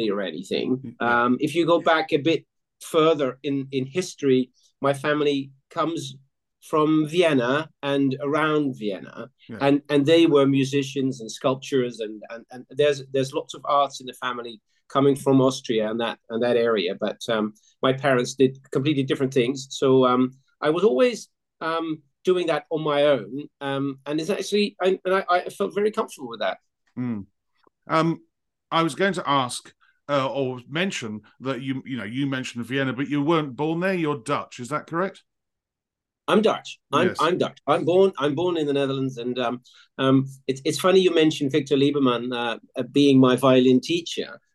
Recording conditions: video call